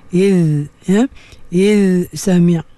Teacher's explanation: Walau la iz sami' dia tak zahirkan bunyi iz tu, bunyi dia keluar daripada hujung lidah menyentuh gigi tu · Term: zal